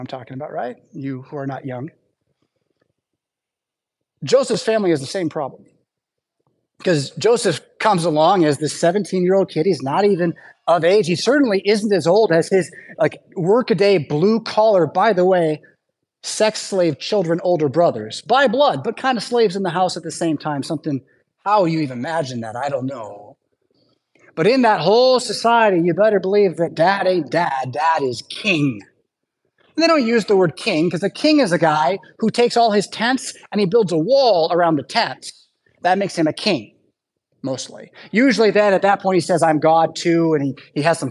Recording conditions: large echoing room